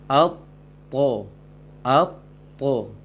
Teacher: ujung lisan tetap belakang gigi atas, namun pangkal dengan tengahnya sangat dominan ke langit-langit terangkat dia.